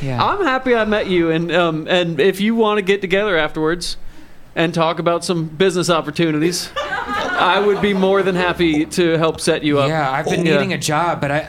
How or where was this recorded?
live audience